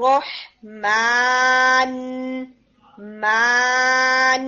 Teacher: मैंने नाक को बीच में बंद नहीं किया, मीम को भी दिया, अलिफ को भी दिया और फिर नून को भी आगे नेजल साउंड दी। इसमें आपकी नेजल साउंड मीम में है, नून में है, नॉट इन अलिफ